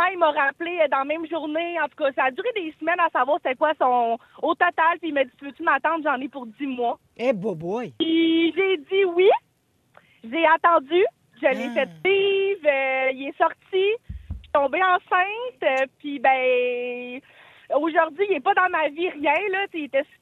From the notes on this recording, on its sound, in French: nous appelle en direct!